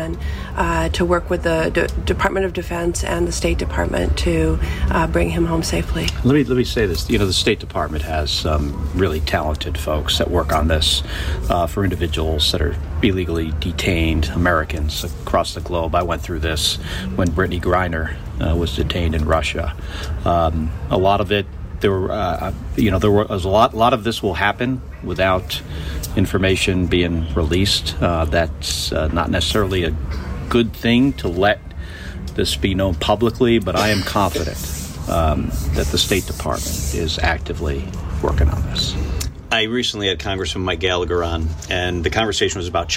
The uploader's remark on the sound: LIVE from the Wisconsin State Fair